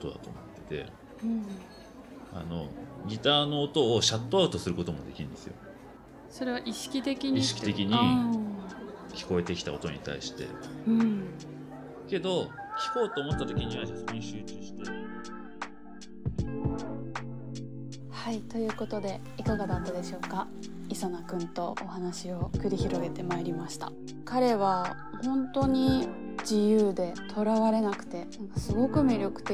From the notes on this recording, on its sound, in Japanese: 収録は東京・代々木八幡のリトルナップコーヒーにて。